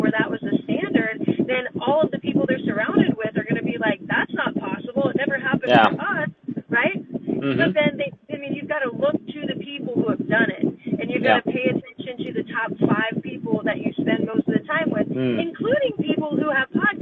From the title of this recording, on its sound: from my car!